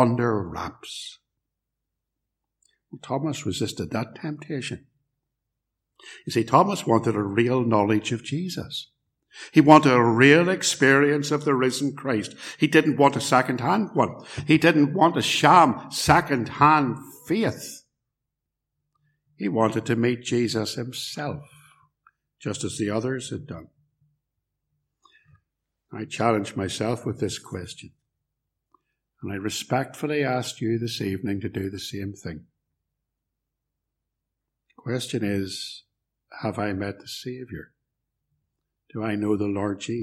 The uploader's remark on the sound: Message preached at Ballymacashon Congregational and Templepatrick Reformed Church, - recorded at Templepatrick.